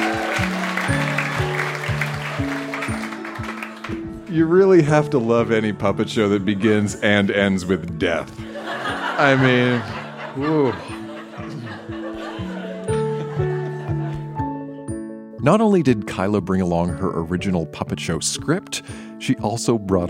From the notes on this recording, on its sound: Recorded live at the Mercury Room in Edmonton, AB.